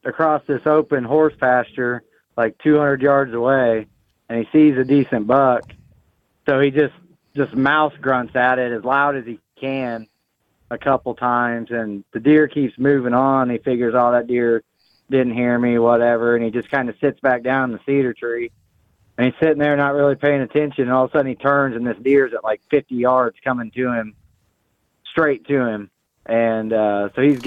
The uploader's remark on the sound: A few of our listeners called into the live broadcast and shared their stories about some of the bucks they tagged this season.